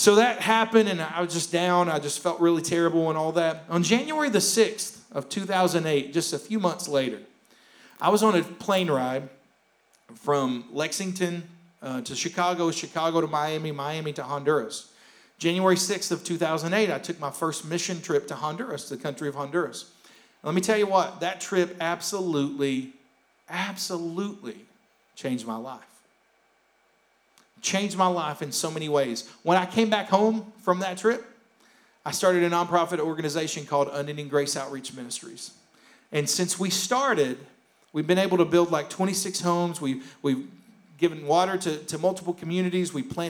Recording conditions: large echoing room